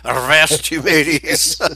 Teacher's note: a lot of British people pronounce the R with a tremendous vibration